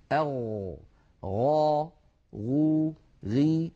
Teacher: الغين مجهورة، والغين رخوة، والغين مستعلية، وكما أنها منفتحة. أما الصفات التي لا ضد لها فلا تتصف الغين بشيء من ذلك.